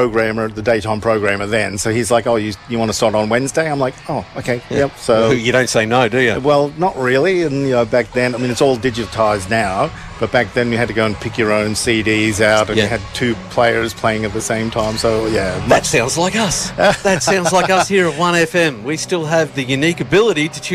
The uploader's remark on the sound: At a special outside broadcast at the Out in the Open Festival Day 2023 at the Queen's Gardens, Shepparton.